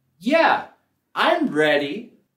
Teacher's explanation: vamos a subir la entonación en la primera sílaba de ready.